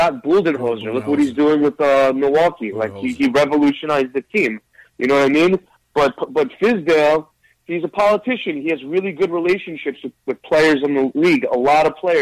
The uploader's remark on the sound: take live phone calls from fans around the world